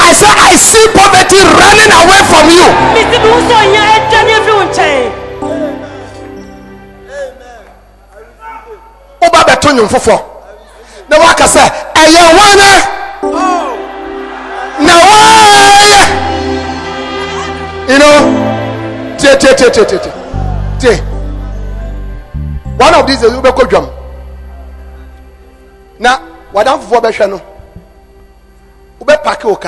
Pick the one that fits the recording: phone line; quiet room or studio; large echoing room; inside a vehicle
large echoing room